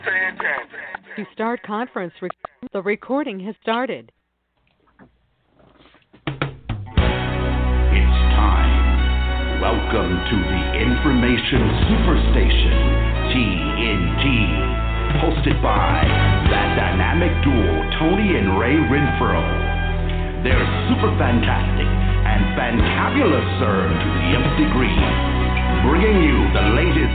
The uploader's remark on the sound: Conference Call